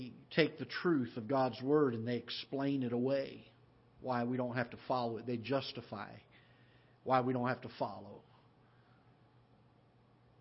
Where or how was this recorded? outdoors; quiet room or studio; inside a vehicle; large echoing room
large echoing room